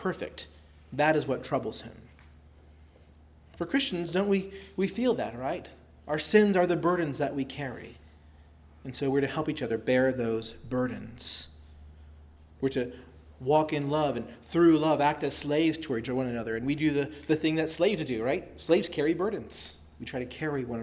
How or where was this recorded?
large echoing room